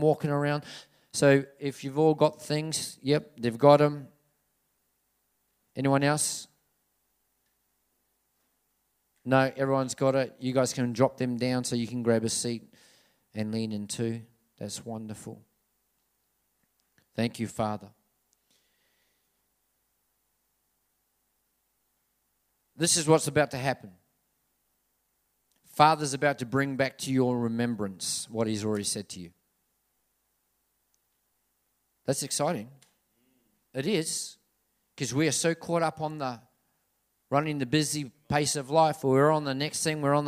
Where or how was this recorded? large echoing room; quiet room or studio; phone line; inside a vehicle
large echoing room